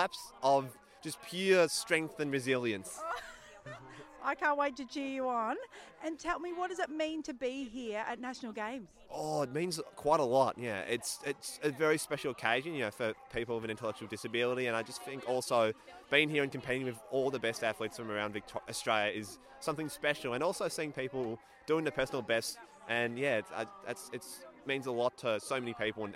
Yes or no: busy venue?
yes